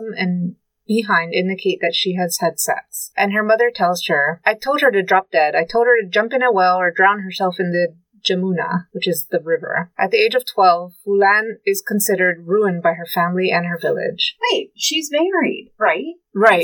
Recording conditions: poor sound quality